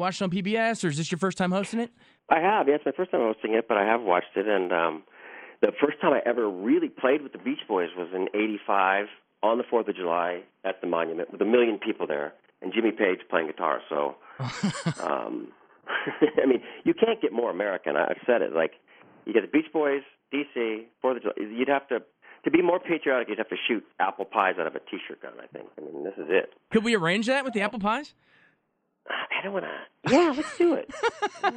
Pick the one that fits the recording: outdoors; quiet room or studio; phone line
phone line